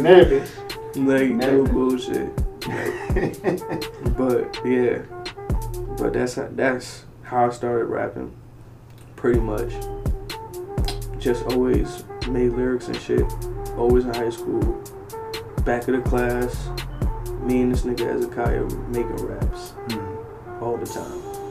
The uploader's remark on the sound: sorry for the shitty audio